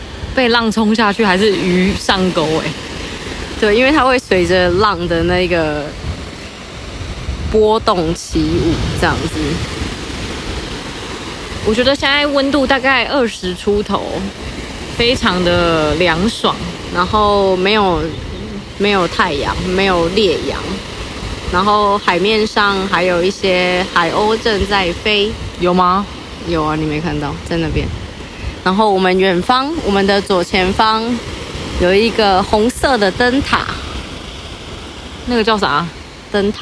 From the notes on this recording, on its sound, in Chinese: 花蓮海濱。第一次直接用Iphone即興錄音，隨意紀錄，完全沒有後製，如果雜音很重請大家多多包涵。